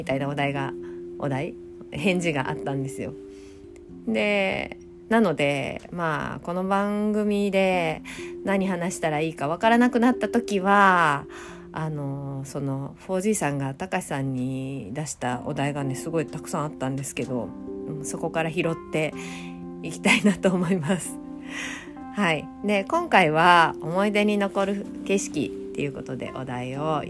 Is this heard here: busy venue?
no